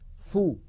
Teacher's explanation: عندما ننطق الفاء لا ننطق معها غنة، بل تبقى الغنة محصورة في الحرف الأول وهو النون. · Term: إخفاء النون